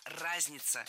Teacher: в этом слове ударение должно падать на первый слог